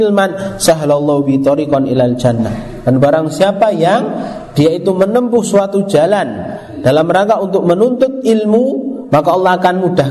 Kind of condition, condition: setting, live audience